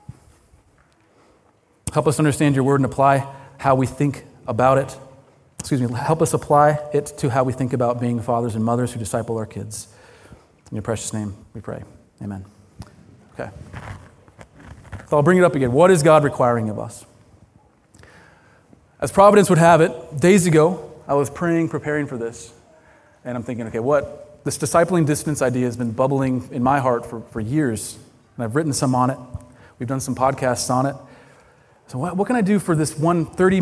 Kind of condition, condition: setting, live audience